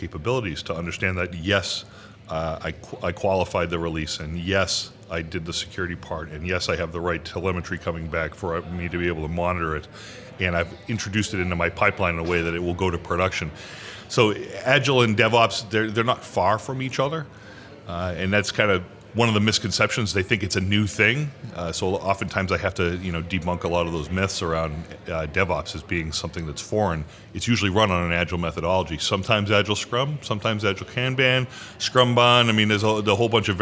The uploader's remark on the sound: Live From Agile Midwest